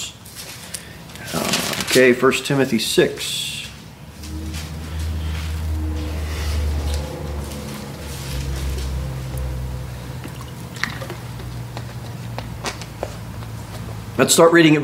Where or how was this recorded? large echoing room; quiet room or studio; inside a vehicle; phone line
large echoing room